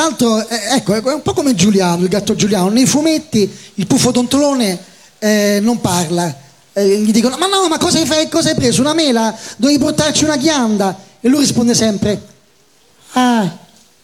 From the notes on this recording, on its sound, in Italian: Dal palco centrale di Lucca Comics & Games 2018